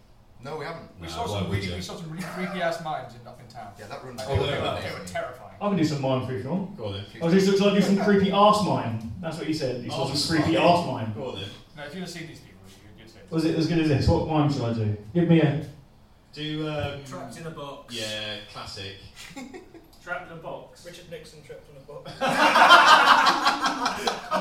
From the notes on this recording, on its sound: Live (in front of 3 people) in Edinburgh 2016. This episode was recorded at the Silk night Club in Edinburgh during the Fringe Festival 2016. We were supposed to do a stand-up show that day but only three people turned up so we decided to just chat to them and record it. It doesn't sound amazing and the mics are a bit feedbacky.